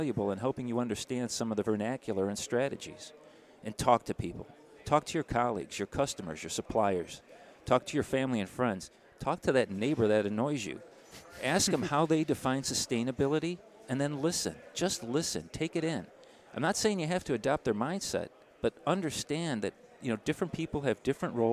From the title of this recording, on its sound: Live at AFPM